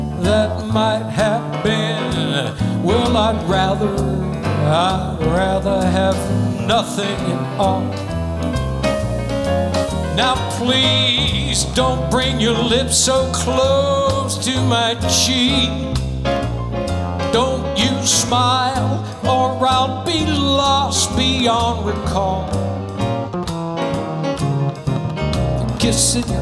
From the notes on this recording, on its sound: Live at the SouthPoint Casino